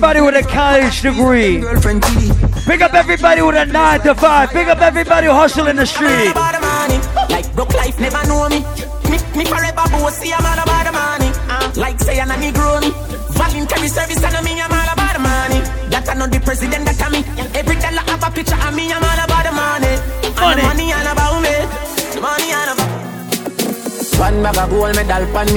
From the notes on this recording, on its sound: Live party audio recording. Live at island saturdays.